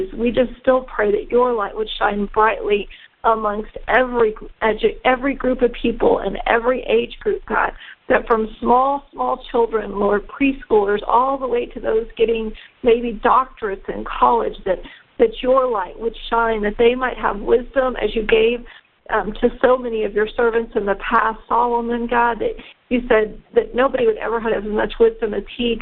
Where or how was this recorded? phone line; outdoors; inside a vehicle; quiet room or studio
phone line